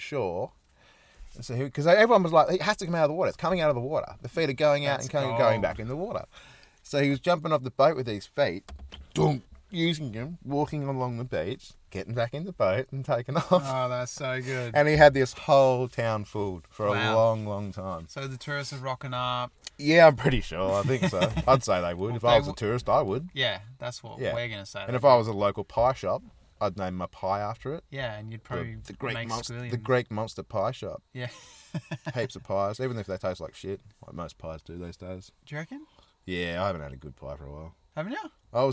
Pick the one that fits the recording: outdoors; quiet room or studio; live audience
outdoors